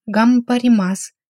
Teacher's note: согласная «н», стоящая перед твердыми и мягкими согласными с «нигори» или «ханигори», о которых речь пойдет далее, а также рядом с согласным «м», будет читаться как «м»